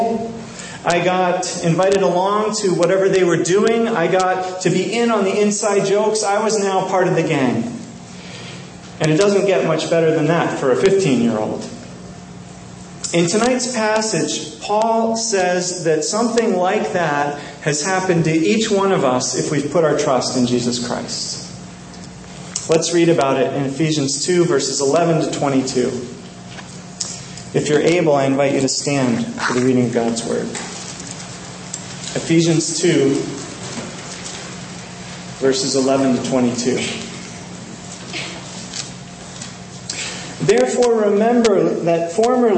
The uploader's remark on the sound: Sorry about the audio quality of this recording